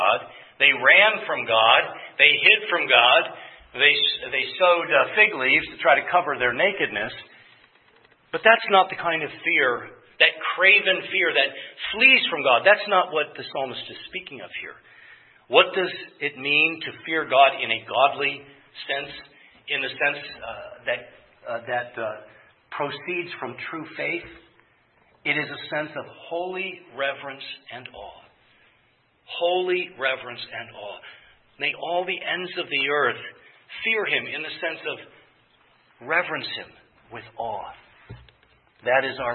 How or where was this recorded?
large echoing room